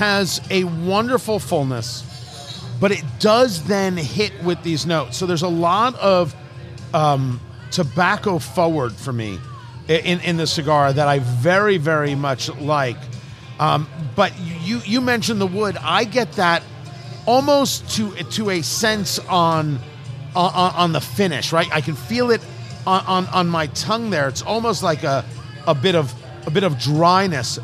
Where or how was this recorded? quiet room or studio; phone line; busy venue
busy venue